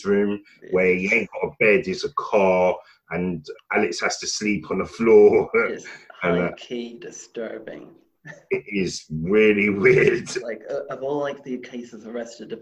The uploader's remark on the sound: Please excuse the audio quality, we had problems recording this episode.